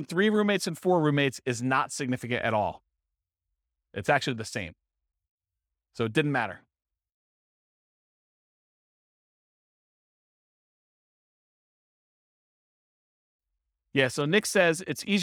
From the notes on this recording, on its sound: This was a live class recorded